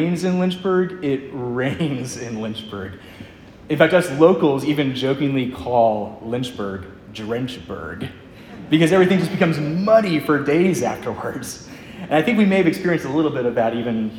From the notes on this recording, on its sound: Preached at Edgemont, ARP in Covington, VA